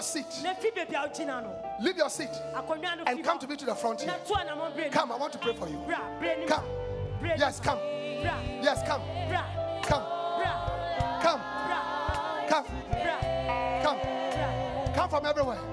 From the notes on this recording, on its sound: Preached at The Life Cathedral, Ofaakor-Kasoa.